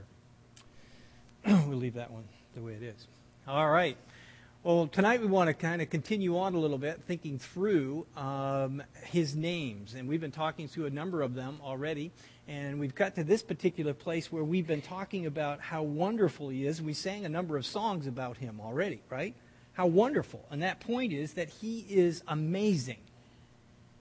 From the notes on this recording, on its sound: This audio sermon. At The People’s Church of Somerville, NB on the evening of December 14, 2015.